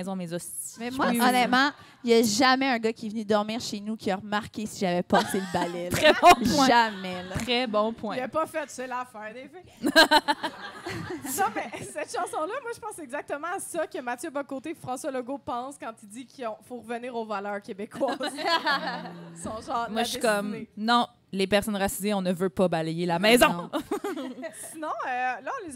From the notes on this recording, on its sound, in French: enregistré devant public au Café Tuyo à Montréal mercredi le 6 décembre 2023